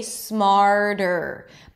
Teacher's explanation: if it's hard for you to do the flap T, that really light tap after an R, it's okay if it sounds like a D